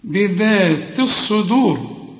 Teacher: الصاد هنا مفخمة، لكن الدال في عموم القرآن مرققة